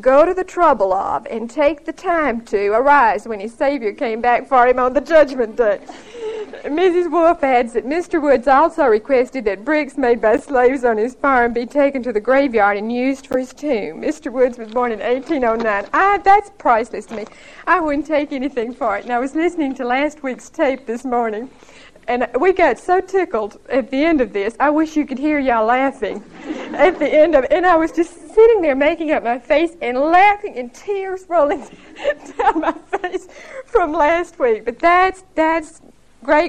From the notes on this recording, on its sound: Recorded 9/16/1975 at Whitesburg Baptist Church.